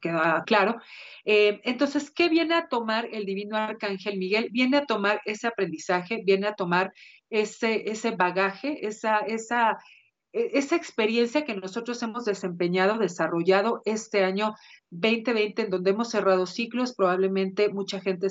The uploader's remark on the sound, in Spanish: a través de Skype